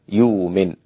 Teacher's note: أبدل الإمام السوسي والإمام ورش والإمام أبو جعفر هذه الهمزة واوا